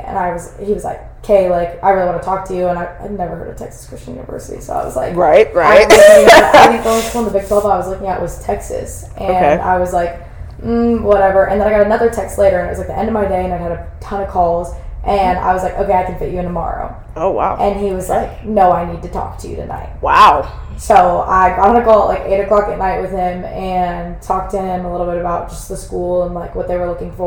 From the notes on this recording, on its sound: I had some technical difficulties with my microphone